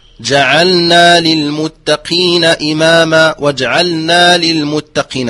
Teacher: فكثير من القراء مثلا يقول عند كلمة جعلنا يعني يخفي اللام ويدغمها في النون · Term: إدغام اللام في النون